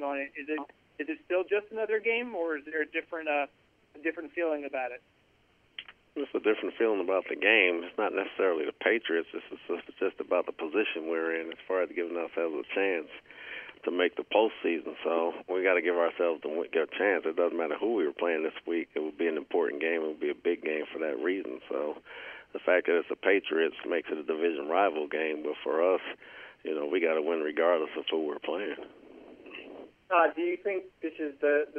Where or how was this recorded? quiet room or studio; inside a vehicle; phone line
phone line